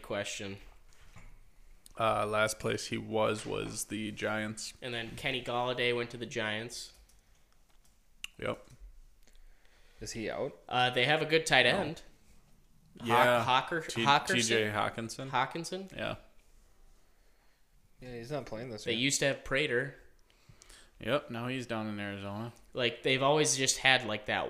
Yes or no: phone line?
no